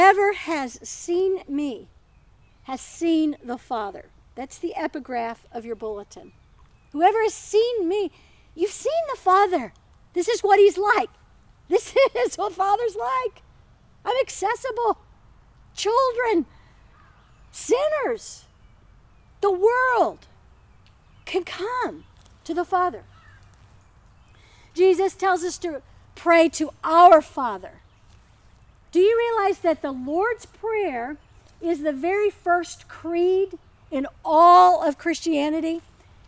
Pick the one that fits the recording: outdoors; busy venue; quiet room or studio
outdoors